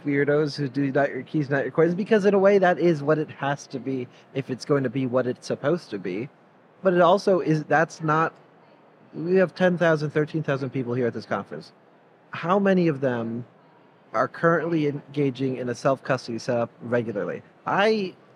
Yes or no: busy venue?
yes